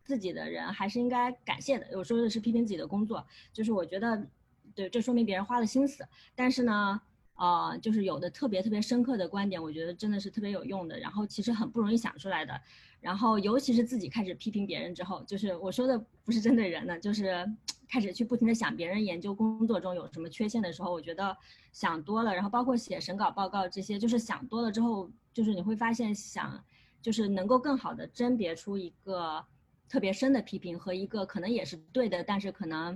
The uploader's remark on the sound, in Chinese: 这期给大家带来了今天夏天我们组织的一场在线活动的录音